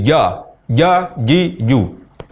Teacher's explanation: tempat keluar huruf jim terlalu ke belakang, sehingga terucap menjadi ya, ya, ji, ju